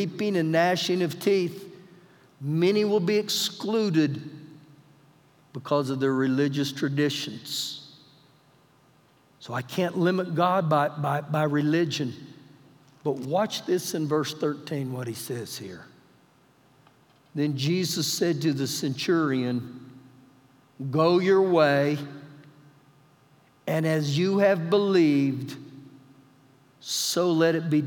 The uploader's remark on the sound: Recorded live during our Wednesday night service